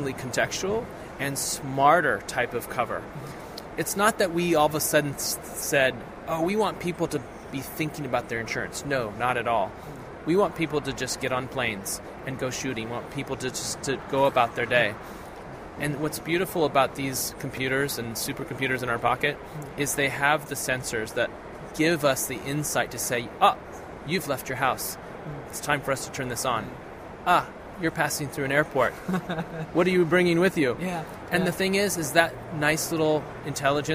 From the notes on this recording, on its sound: Conversations recorded live at The Photography Show 2017. I recorded a number of informal conversions with manufacturers and service providers whilst there.